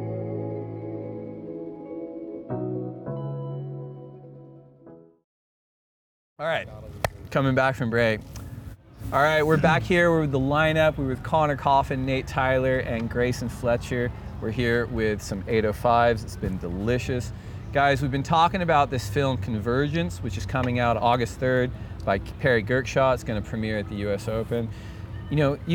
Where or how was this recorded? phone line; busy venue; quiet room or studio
busy venue